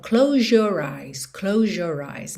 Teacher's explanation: Também close your, muitas vezes a gente tem um som de J nessa junção.